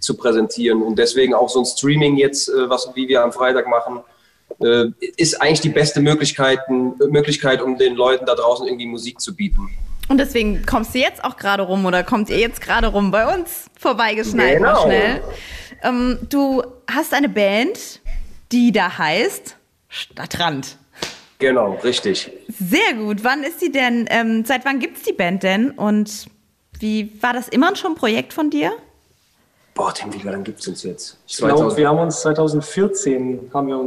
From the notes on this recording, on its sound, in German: per Videocall gefeiert